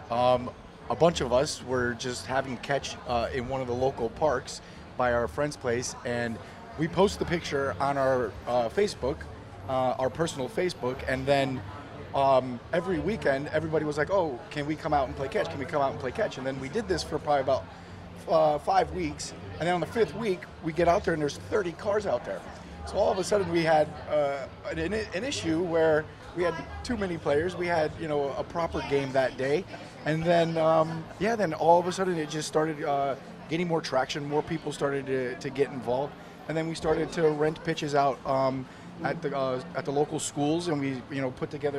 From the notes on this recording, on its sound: From our original home, Barasti